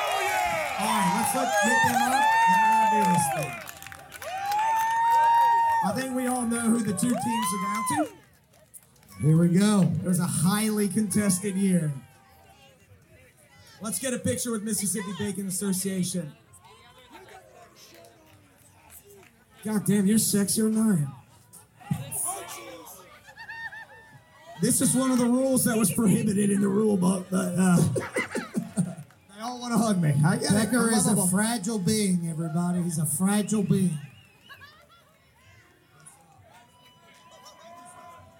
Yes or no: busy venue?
yes